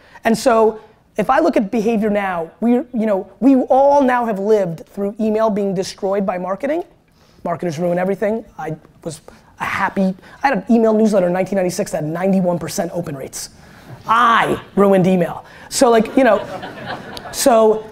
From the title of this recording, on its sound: SXSW Keynote 2016